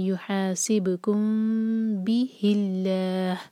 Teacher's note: ح، یحاسبکم بہ اللہ، یہ میم کے بعد با آ رہا ہے تو ہم ہوٹوں کو پریس نہیں کریں گے ٹائٹ، لیکن بس ہلکا سا ٹچ کریں گے اور با ادا کریں گے. ٹائم دیں گے میم پر تو ہم پڑھیں گے یحاسبکم بہ اللہ.